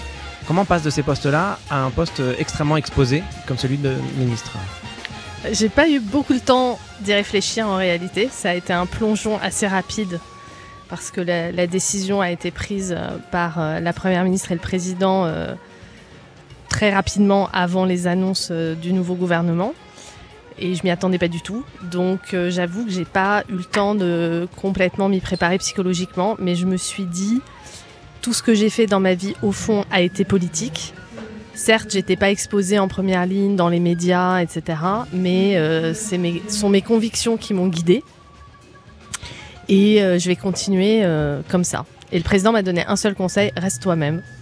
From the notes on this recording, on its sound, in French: en direct de la cour d'honneur du Palais de l'Elysée